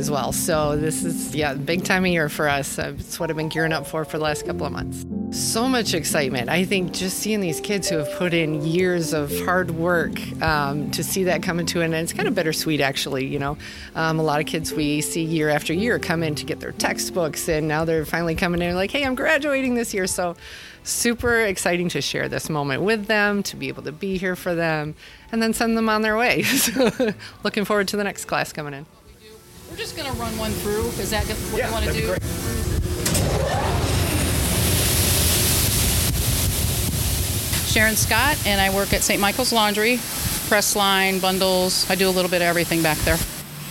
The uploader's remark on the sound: We take you behind the scenes to explore the sounds of the 178th Commencement Exercises: from the preparations to the ceremony to the celebration after.